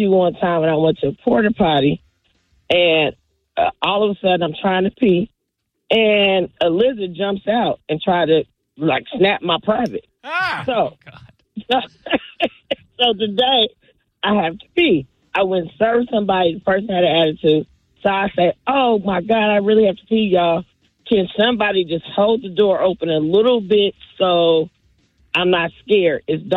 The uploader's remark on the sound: live phone screening